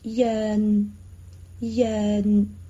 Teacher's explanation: 如果是懒音呢，是让，让，口腔是扁平的，舌头是伸展扁平在口腔里